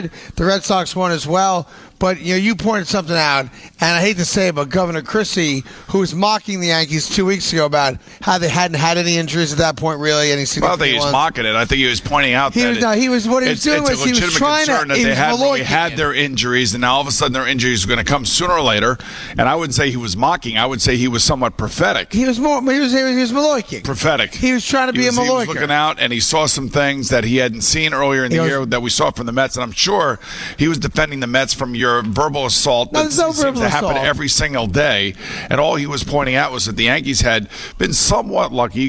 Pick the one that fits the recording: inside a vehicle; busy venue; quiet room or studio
busy venue